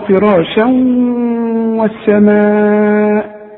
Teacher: شوف الواو مفتوح لكن عند النطق كأنها مشددة، فراشا، واخد بالك، لازم تغن، والغن بمقدار حركتين، ما تزودهاش ولا تنقص، خلاص. · Term: إدغام